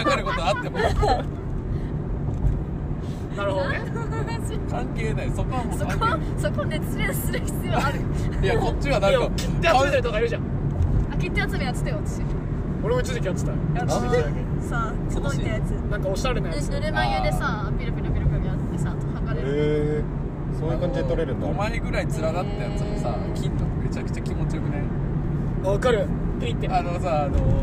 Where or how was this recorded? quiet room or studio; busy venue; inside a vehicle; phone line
inside a vehicle